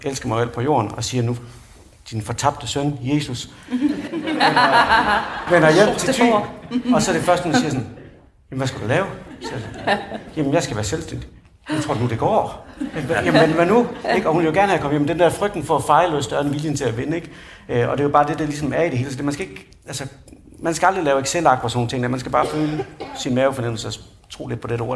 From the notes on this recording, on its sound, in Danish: LIVE-udgave. Episoden er optaget i Musikkens Hus under Vigeur LIVE, som var et arrangement fyldt med spændende oplæg og inspirerende mennesker.